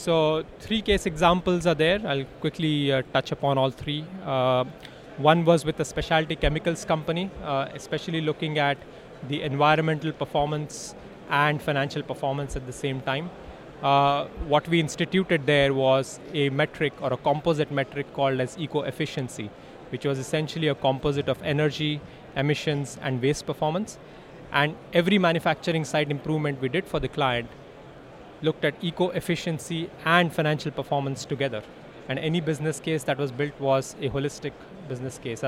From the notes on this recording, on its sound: It's another interview taken from the show floor of Smart Factory Expo in 2022.